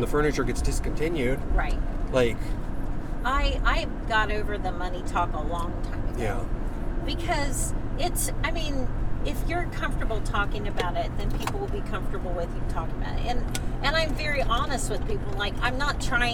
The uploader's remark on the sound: We are on the road again! This podcast is in the car.